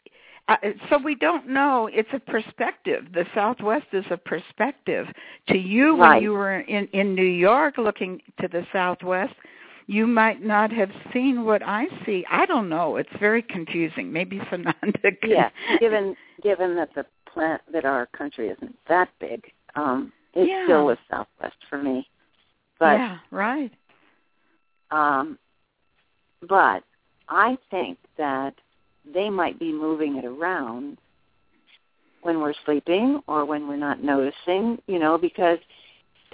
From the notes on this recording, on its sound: In this capacity she will do a channeling session live so that callers can call. Personal responses to callers during the special call-in segment.